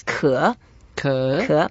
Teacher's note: so it's a third tone. We go down and up.